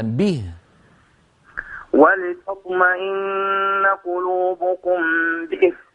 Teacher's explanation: اكسر الباء كسرا كاملا